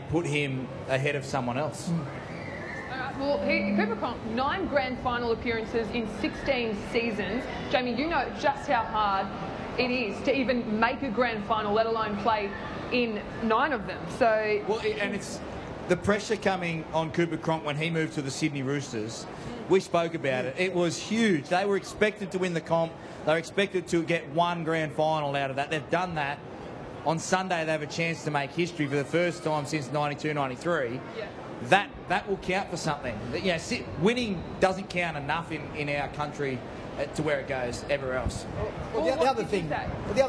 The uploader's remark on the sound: Grand final special live from Fan Fest. Inside The NRL is live at Fan Fest in Martin Place.